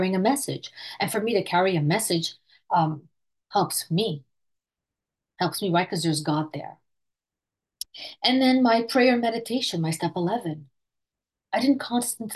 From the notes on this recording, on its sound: Recorded at the Recovery From Relapse Special Focus Meeting Tuesdays at 6am PST/9am EST/2pm GMT Meeting ID